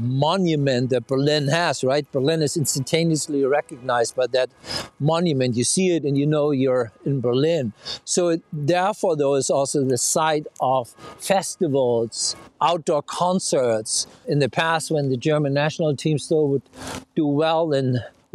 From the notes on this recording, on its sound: Walking tour of three memorials in Berlin. This auditory experience captures the sound of the present-day cityscape with its traffic and tourist chatter.